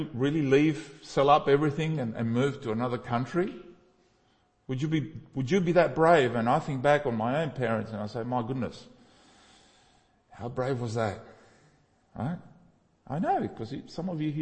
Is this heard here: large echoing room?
yes